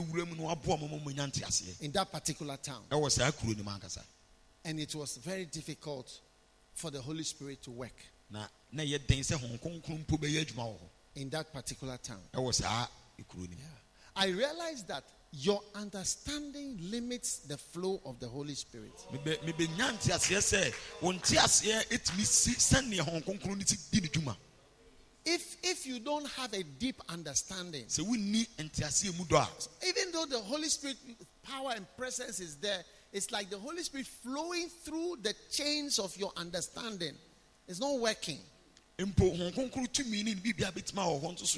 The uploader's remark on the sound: Preached at the Healing Jesus Campaign Pastor's Conference in Kyebi, Ghana on the 13th of December, 2021.